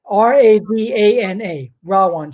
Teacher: V in Sanskrit is pronounced as a W.